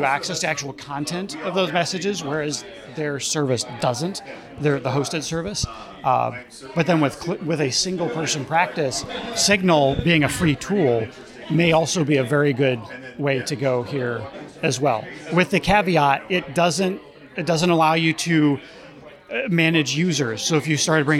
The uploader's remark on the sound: Live from the Securing Sexuality conference. Take questions from callers about secure collaboration and password managers live from the Focivity booth at the Securing Sexuality conference in Detroit.